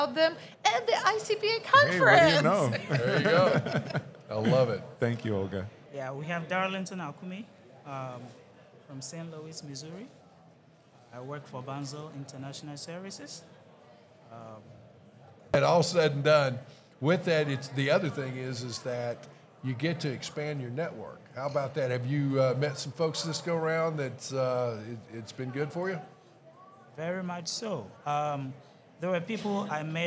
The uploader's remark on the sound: This week's episode is a recap of the 2023 ICPA Conference that took place in Orlando Florida. Enjoy clips and excerpts of the many different conversations we had at the conference.